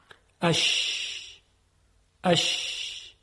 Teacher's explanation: مخرج شین، در تلفظ شین هوا از ششها خارج می شود و بدون اینکه تارهای صوتی به ارتعاش درآیند از حنجره عبور می کند، پس از مسیر حلق و دهان می گذرد تا به مخرجش برسد.